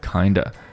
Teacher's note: 它是 kind of 的一个弱读的形式把那个 v 给省略了